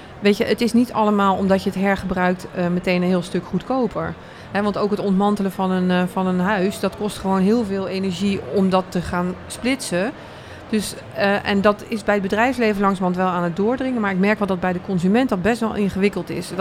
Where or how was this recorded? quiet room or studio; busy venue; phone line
busy venue